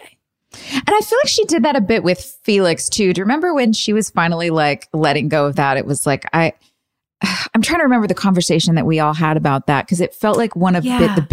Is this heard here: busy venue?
no